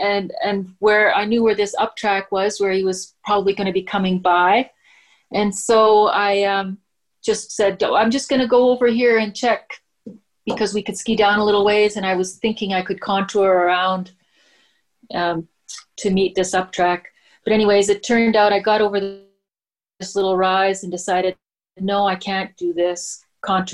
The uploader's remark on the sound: I sit down on a Zoom call with an iconic couple out of Prince George, BC.